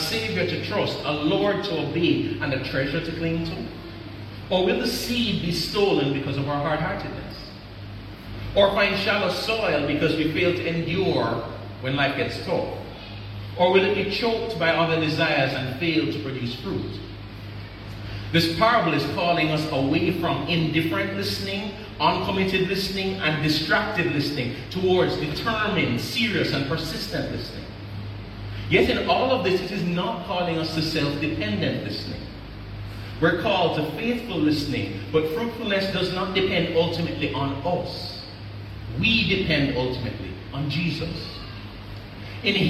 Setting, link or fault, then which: setting, large echoing room